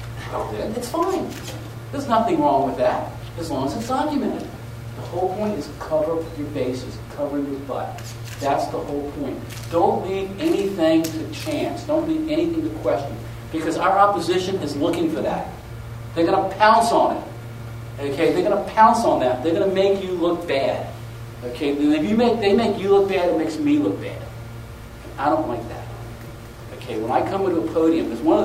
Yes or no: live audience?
yes